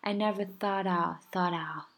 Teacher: 它划过去了，t 没有爆破，变成了 d 哈，有点像 d 那种感觉，就是灼灼的，被灼化了。I never thoughtout，thoughtout。miss someone likeyou，你就都装作你自己很虚弱，你就不会爆破了。I never thought I'll miss someone likeyou。这个